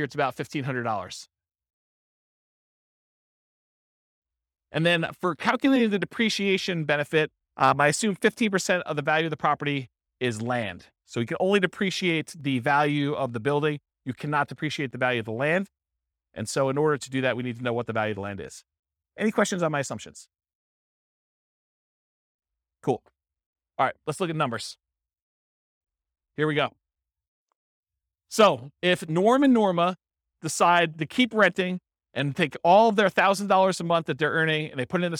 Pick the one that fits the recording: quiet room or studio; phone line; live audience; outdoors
live audience